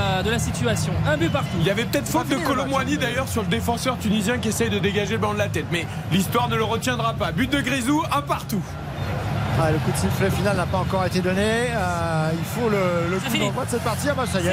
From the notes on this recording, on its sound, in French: en direct de Al-Rayyan